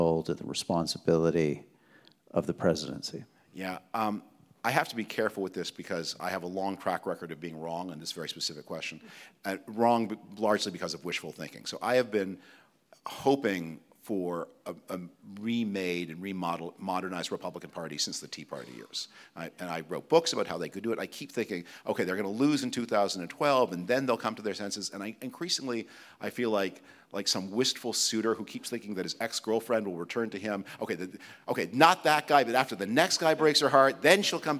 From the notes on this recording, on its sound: That took place in Toronto on November 21, 2023, at the Gardiner Museum in front of a live audience.